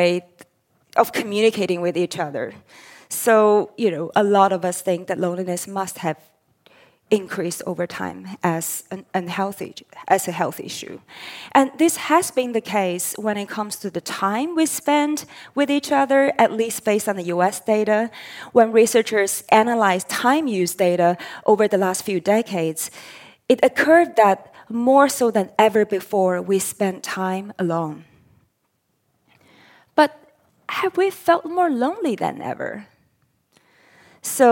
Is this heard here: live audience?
yes